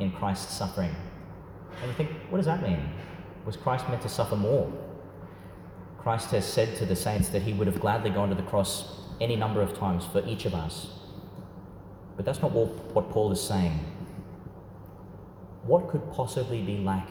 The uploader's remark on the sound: delivered at St Peter Chanel Church, Tannum, Qld.